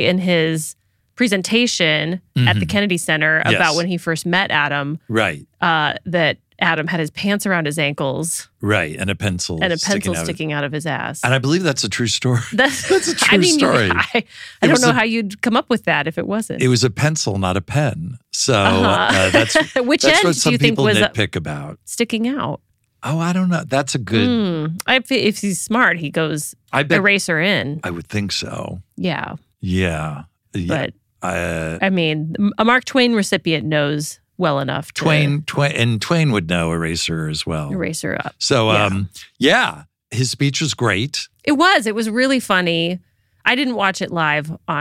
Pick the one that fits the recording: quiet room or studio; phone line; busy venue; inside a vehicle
quiet room or studio